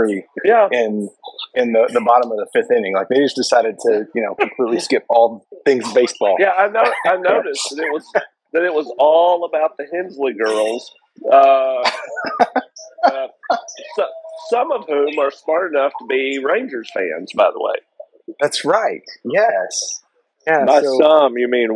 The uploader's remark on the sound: hosted a Twitter Spaces the other day to give their live commentary